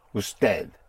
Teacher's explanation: Usted, spelled U-S-T-E-D. The D is hardly audible.